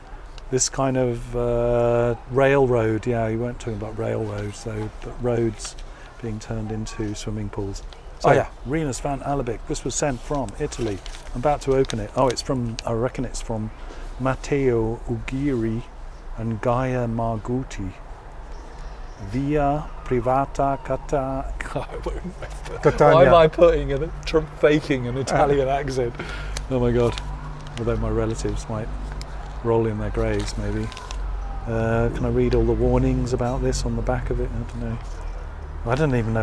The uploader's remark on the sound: Radio-On-Berlin. Live from the Balcony.